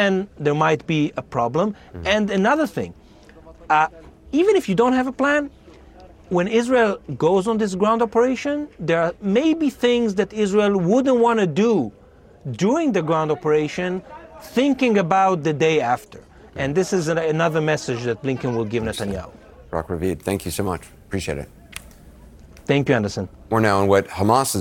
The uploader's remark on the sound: Live report from outside the courthouse.